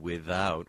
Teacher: And I just noticed you saying without with a voiced TH.